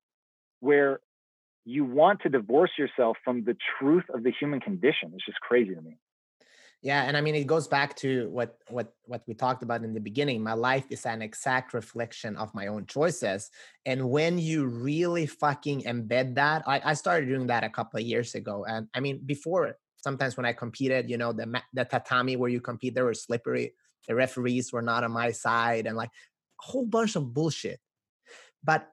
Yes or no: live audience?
no